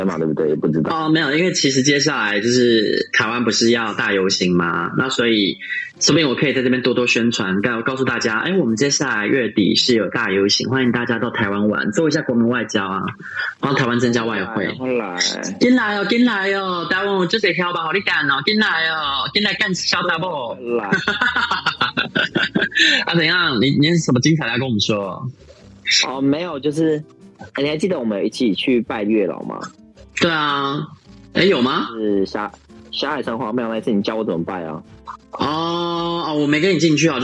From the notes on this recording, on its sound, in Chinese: 遠赴新加坡。電話錄音。由於週間特輯是手機通話錄音的，所以音質比較差，但差得很有風味，好像在跟我們電話連線～。這集用耳機錄音，音質更差了。